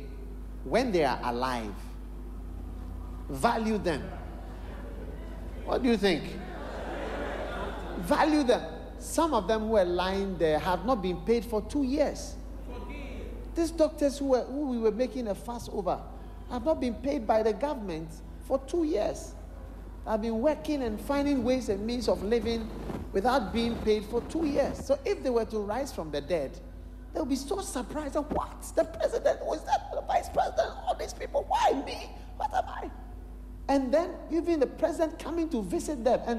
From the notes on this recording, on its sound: Preached at the Qodesh